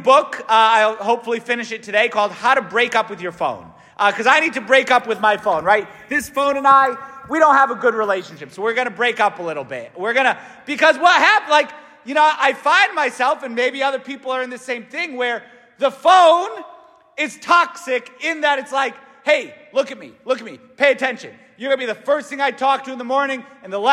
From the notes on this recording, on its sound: S t Francis Catholic parish homily